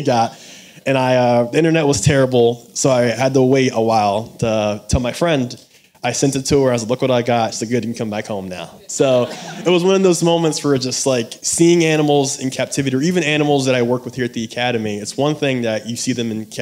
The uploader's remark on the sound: The ABA and the Academy of Natural Sciences at Drexel University hosted the For the Love of Birds panel as part of the Academy’s Cheryl Beth Silverman lecture series. If you weren’t able to join us in Philadelphia, we’re excited to share it with you as a podcast.